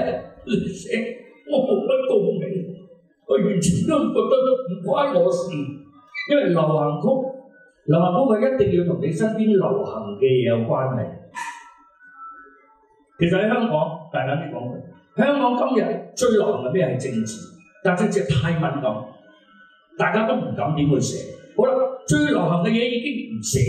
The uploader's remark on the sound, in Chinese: 1200书店分享会现场